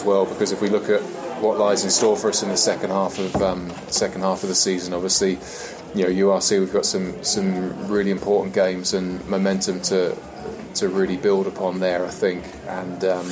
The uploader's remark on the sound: in the post match press conference